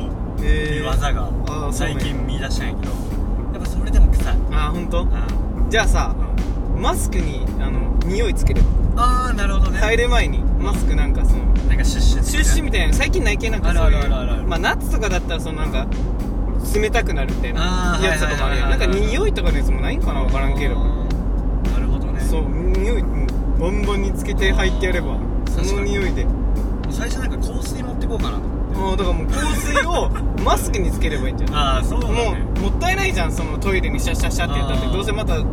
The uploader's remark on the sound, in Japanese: ドライブ収録！！目的地までの車の中での収録。